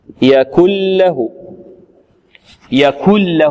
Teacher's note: فكأننا ننطق كافا وبعدها لام مشددة هكذا. يكن له يكن له كل يكن له، وليس يكن له يكن له، بعض الطلبة يقول يكن له يعني يأتي برائحة النون أو يظهر النون وهذا خطأ. · Term: إدغام